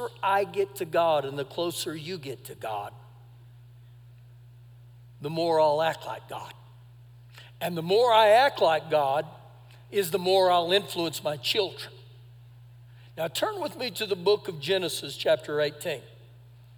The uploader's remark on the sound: Recorded live during our Sunday morning service on 06-18-2023